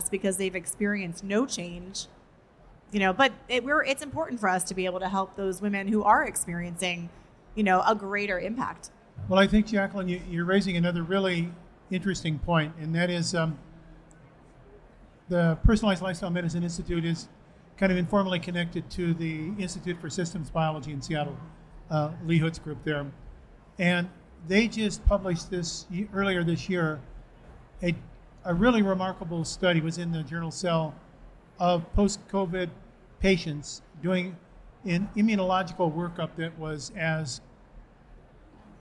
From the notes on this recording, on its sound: Live from A4M World Congress in Las Vegas. For a live Q&A session.